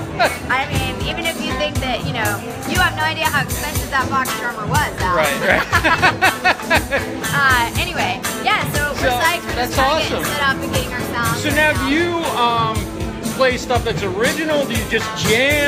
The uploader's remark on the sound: Takes you on-scene for the pre-show event that includes a red carpet, networking, caricaturist, live band, wine tasting, photo booth, social media activity and more at Canary in New York City.